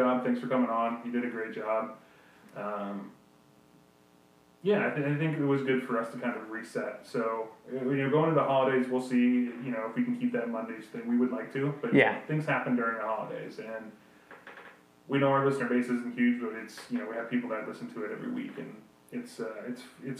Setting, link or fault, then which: fault, poor sound quality